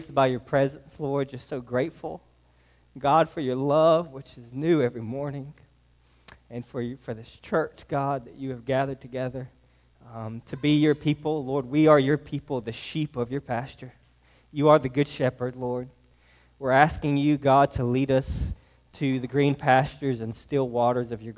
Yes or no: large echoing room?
yes